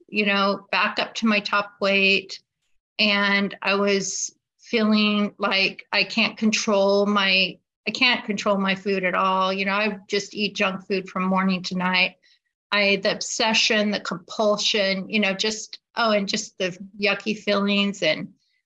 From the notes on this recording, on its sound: Wednesday Online Meeting. This recording is from an Overeater Anonymous H.O.W.